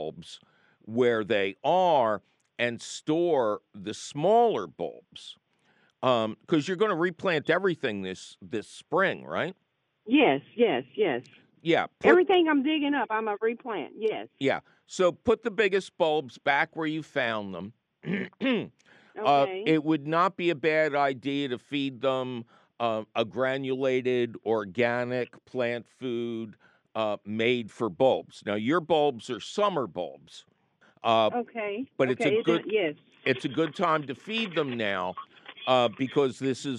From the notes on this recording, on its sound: your Garden tone phone calls